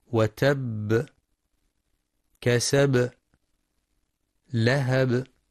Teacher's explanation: ينتبه القارئ لقلقلة الباء في كلمة وتب، كسب، لهب